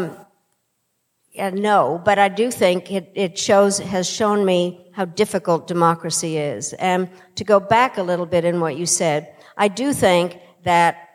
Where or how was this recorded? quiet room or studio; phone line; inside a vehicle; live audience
live audience